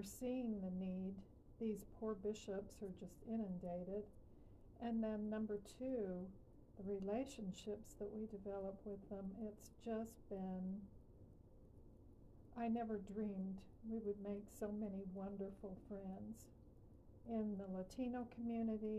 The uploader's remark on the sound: QUIET AUDIO ISSUES